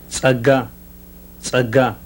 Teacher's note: a voiceless alveolar fricative ejective